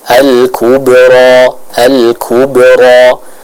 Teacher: Huruf ba yang sukun sebagaimana kita ketahui ia merupakan salah satu huruf-huruf dari hukum qalqalah, sehingga harus ada suara yang dipantulkan dalam pengucapan huruf ba yang sukun tersebut